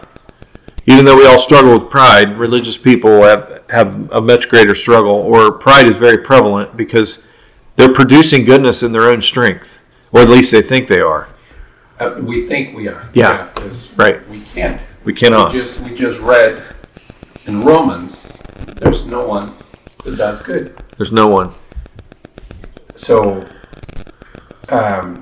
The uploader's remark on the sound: This is one of the first episodes we recorded, the quality of sound is not that great.